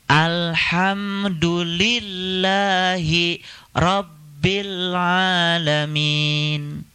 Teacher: Cuman barangkali kesalahan kita itu adalah membaca hi dengan rob itu disatukan. Dan sekarang kita berikan tekanan di hi-nya.